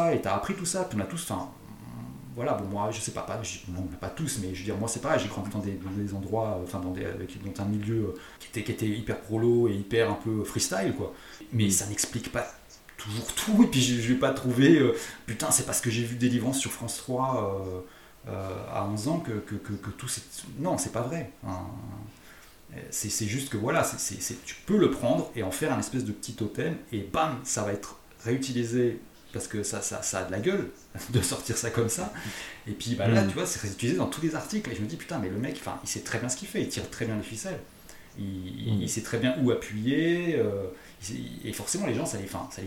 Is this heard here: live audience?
no